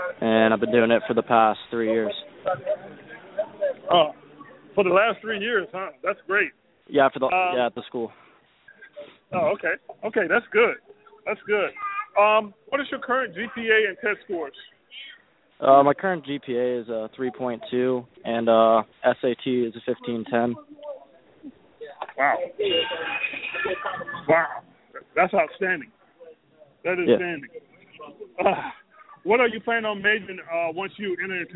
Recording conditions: busy venue